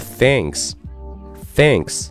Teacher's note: 因为这个大口 a 受到了后鼻音的影响，发出来的声音会稍微的扁一些